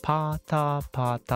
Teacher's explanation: パの時に両唇が閉じると思うんですね。なのでパのことを両心音両唇の音と書いて両心音という風に呼びます。でタの時は下の先っちょが上の歯の根元あたりに当たると思うんですね。でここの部分を歯形というんですけれどもですから他の t の音は歯形音っていうふうに呼んだりします。でこういうふうにあの口のどの部分を使って音を発するかっていうのを超音点というふうに呼んで人間言語では11種類ぐらいの超音点を